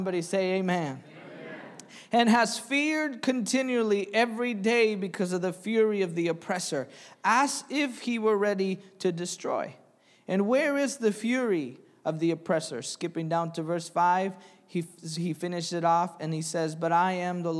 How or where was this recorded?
large echoing room